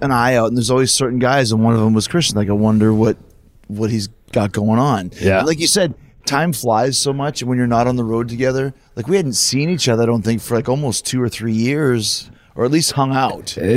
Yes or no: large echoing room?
no